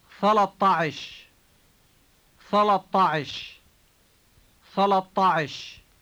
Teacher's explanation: notice that the final A in ثلاثة is replaced with a T sound before adding عش